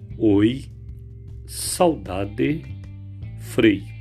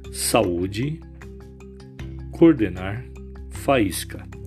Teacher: Hiato duas vogais em sílabas vizinhas. · Shown in: second take